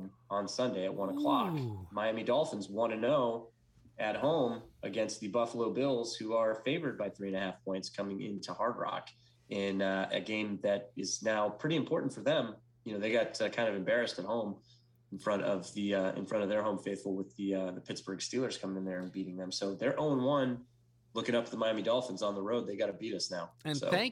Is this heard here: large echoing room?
no